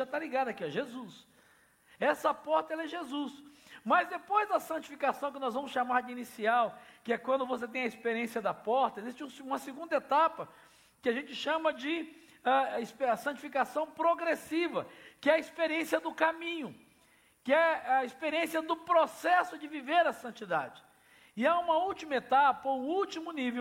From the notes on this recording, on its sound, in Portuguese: Celebração ao vivo